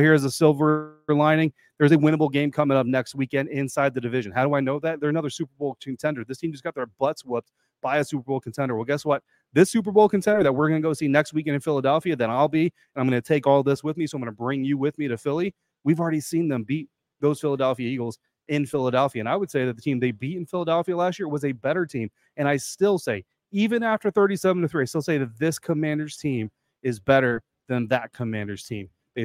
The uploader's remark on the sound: On this postgame episode live from FedEx Field.